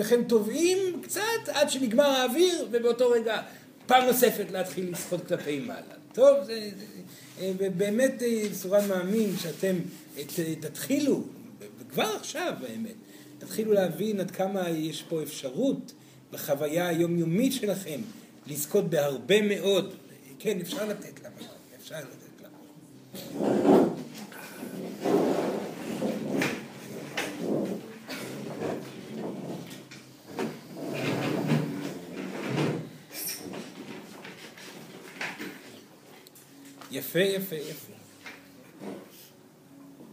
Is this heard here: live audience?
yes